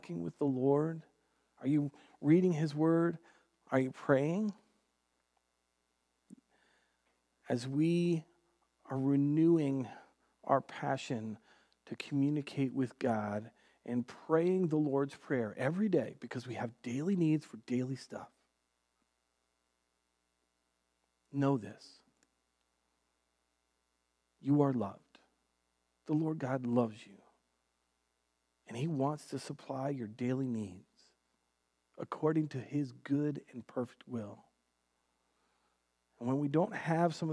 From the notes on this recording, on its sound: Recorded on June 7th, 2020 at Word of Life Church in Le Sueur, MN. WHOLE SERVICE AUDIO.